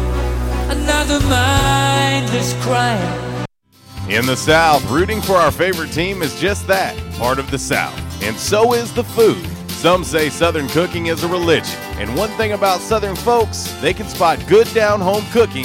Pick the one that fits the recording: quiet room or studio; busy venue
busy venue